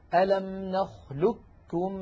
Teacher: في هذه الكلمة قاف ساكنة بعدها كاف. فكل الطرق عن حفص تقلب هذه القاف كافا طبعا ساكنة، وتدغم الكاف في الكاف فيصير النطق بكاف مشددة · Term: إدغام القاف في الكاف